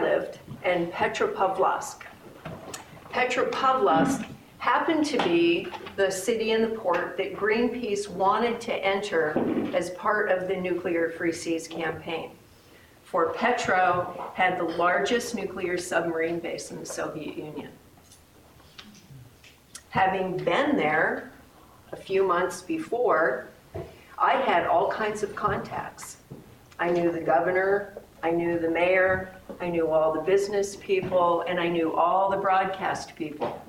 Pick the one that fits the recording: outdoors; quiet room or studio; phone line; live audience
live audience